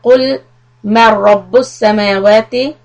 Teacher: In Ayah 16, we are going to keep the قُلْ مَنْ رَبُّ السَّمَاوَاتِ. The ra will be heavy, idgham without gunna.